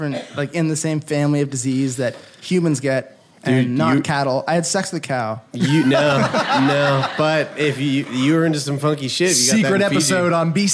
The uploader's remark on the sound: Live from The Art Bar. It's a Live Show Double Header!